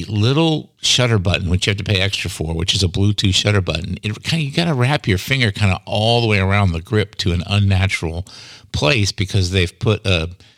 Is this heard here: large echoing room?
no